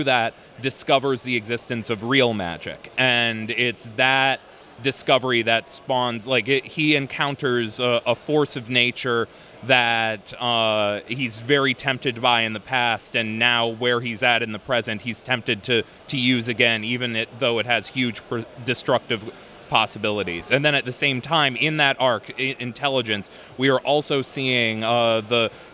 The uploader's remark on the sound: Interview at Five Points Festival 2017